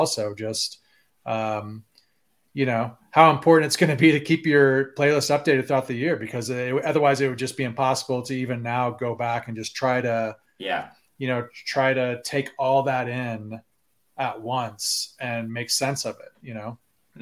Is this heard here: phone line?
no